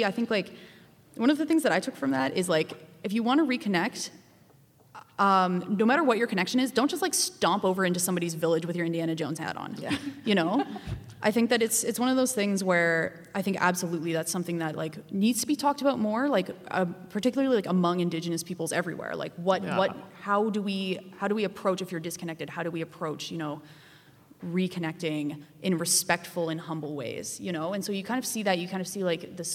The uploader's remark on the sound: Métis In Space Live at the UBC Sty-Wet-Tan Great Hall. A LiveStudioAudience.